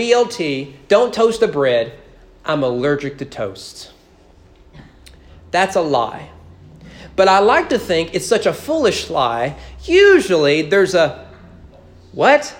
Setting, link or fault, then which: setting, large echoing room